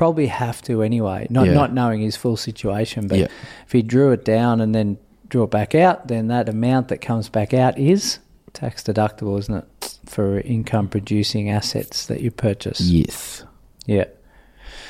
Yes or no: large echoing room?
no